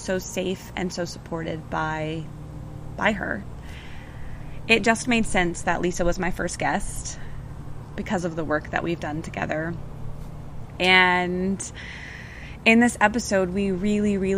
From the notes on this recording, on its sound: recorded outside (hence the white noise)